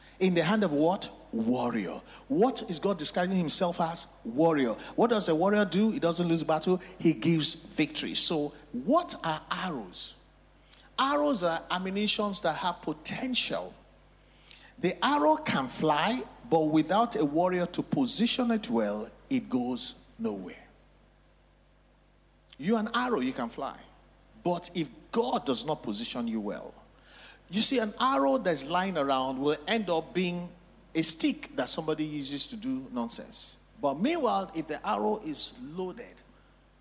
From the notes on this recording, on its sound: Recorded LIVE at our MidWeek Interactive Service on Jan 17, 2024.